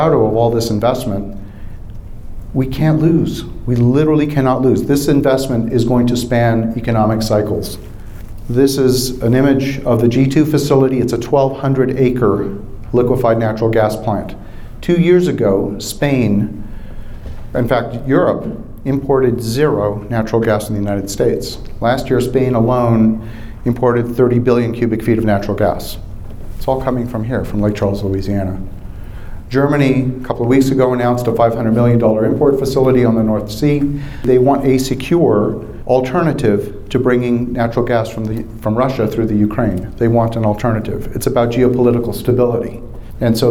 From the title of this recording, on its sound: Live From the Raising Money Summit